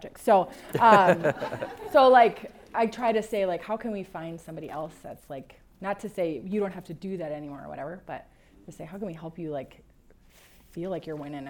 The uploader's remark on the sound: EQUIP Conference 2022 – April 30th Breakout. At EQUIP Conference.